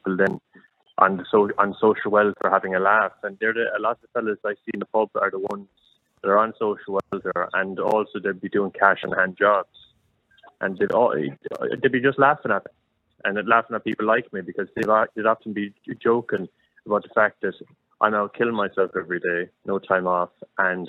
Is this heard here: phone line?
yes